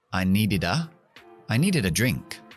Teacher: Termino con I. Me llevo la D a la A.